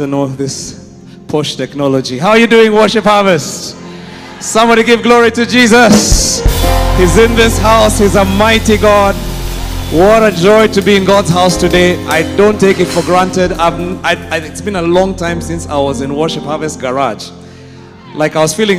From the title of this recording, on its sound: Preached at Worship Harvest Church, Kampala